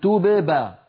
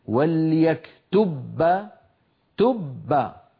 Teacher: طب أليس من الأسهل أن أذهب إلى مخرج الباء مرة واحدة فأقول وليكتب تبا، فأطبق شفتي على باء ساكنة من غير قلقلة وأجافيهما وأباعدهما عن باء متحركة · Shown in: second take · فبدل من أن أعمل مرتين أعمل مرة واحدة. · Term: دمج الحرفين